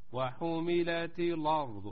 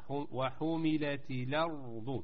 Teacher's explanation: اللام مرققة ثم ننتقل إلى الراء · Shown in: second take